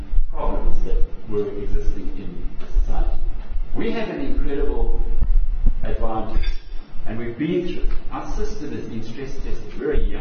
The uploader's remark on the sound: Here is the recording of the presentation. Fielded questions from the audience.